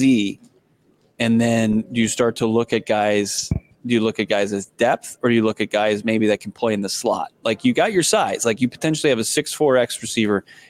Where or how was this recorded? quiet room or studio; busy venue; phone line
busy venue